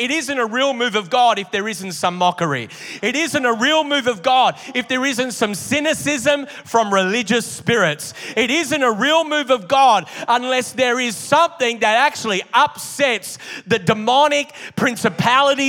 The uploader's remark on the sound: Originally Recorded at Neuma Church Melbourne City the 11AM AEST on the 5th of February, 2023